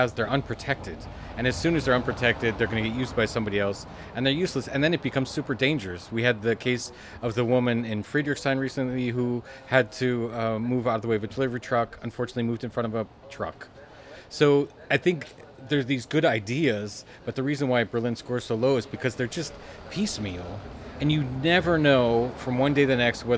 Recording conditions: outdoors